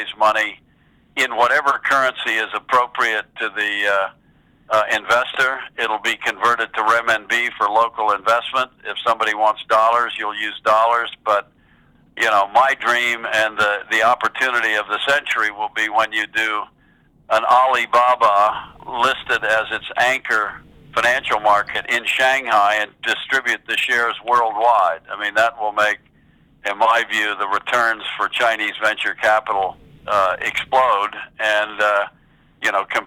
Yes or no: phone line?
yes